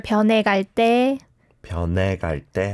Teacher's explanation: you don't have to overly pronounce the h or he sound there